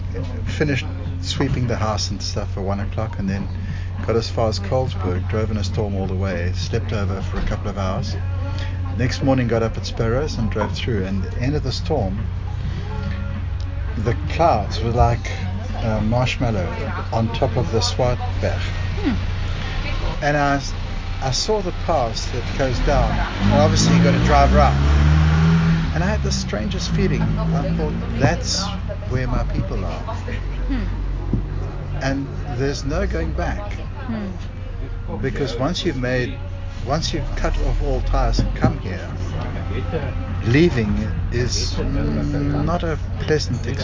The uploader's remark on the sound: Join me at the local pub in Greyton on a Wednesday night as I ask people, "what is local?". Oldpottersinn.